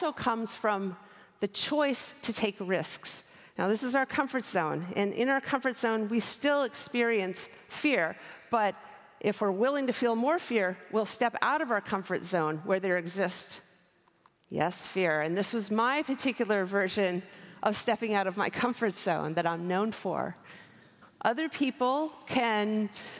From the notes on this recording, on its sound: recorded at the 2023 Oslo Freedom Forum